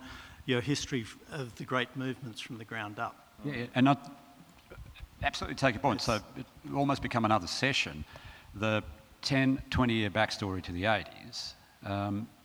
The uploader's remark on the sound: recorded at the 2017 Newcastle Writers Festival